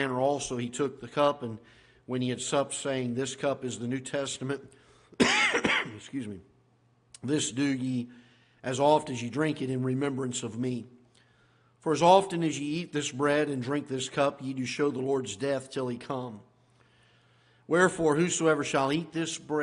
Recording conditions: large echoing room